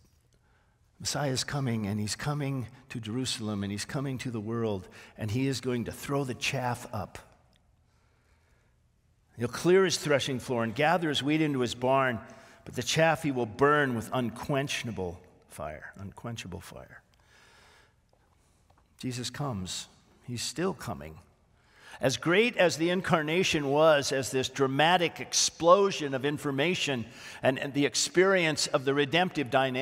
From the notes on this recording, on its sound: This sermon was originally preached on January 21, 2024, at Grace Baptist Church in Santa Clarita, CA